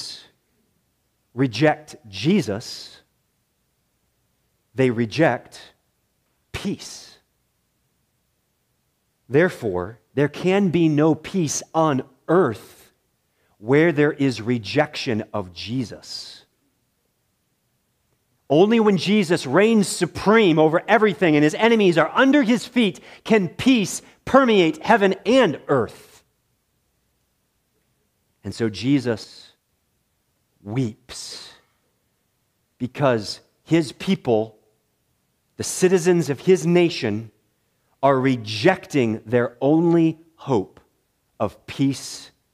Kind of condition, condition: setting, large echoing room